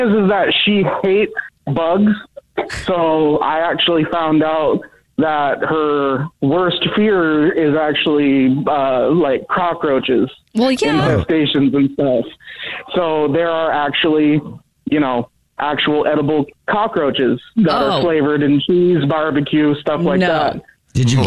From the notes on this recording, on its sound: The guy on the phone